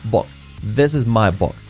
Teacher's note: el sonido que tendemos a hacer siempre erróneo como una U es una O · Term: la U como O